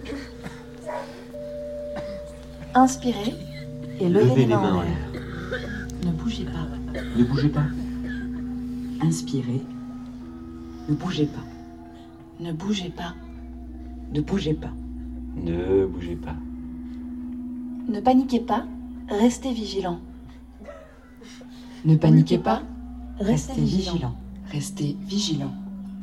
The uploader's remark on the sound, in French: Enregistrement public